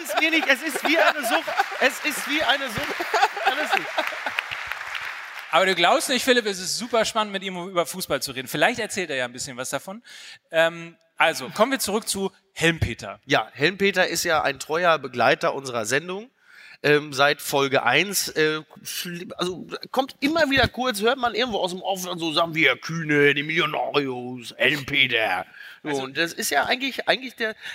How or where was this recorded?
live audience